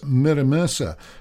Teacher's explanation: You kind of rolled your R, though. It's a bit weird.